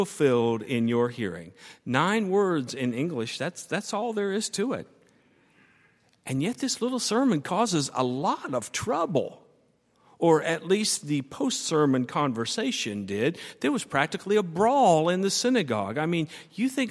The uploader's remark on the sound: on Sunday, January 27, 2013, at Highland Baptist Church.